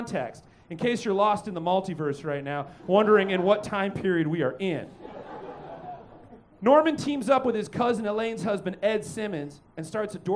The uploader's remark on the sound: Recorded LIVE at Chicago’s Historic Green Mill Lounge on December 9th 2023 for The Paper Machete